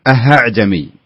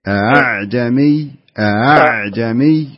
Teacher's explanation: يعني ما يصلح نقول أعجمي ولا يصلح نقول أهعجمي، بينهم أعجمي أعجمي، كأنك إيش، كأنك تنطق الهمزة بدون تحقيق · Shown in: second take · Term: التسهيل